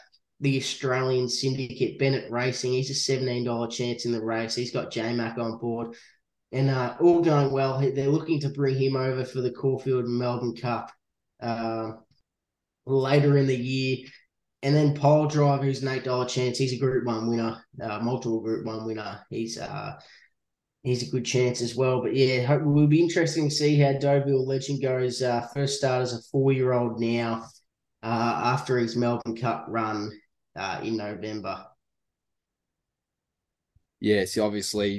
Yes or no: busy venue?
no